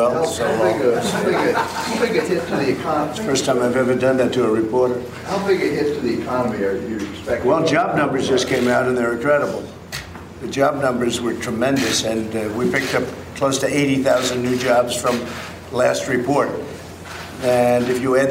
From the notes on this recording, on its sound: live from The New York Stock Exchange